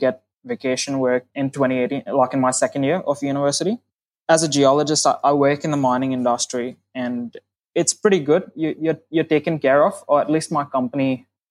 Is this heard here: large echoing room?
no